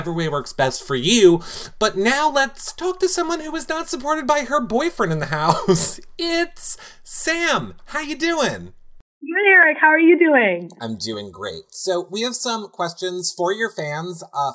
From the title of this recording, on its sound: Phone Interview